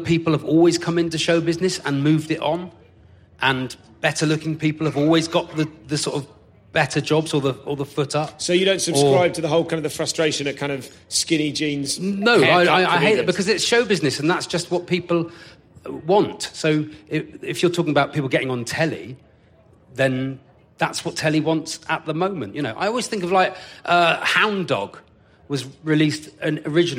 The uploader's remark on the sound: Live at Latitude Festival. Live at Latitude after a good old-fashioned cattle auction.